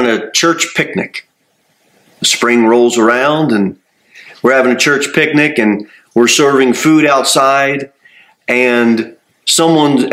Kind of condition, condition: setting, large echoing room